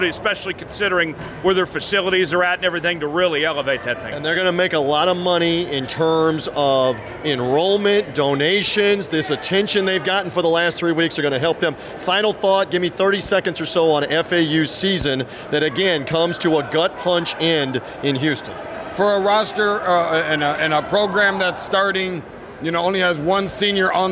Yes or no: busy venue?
yes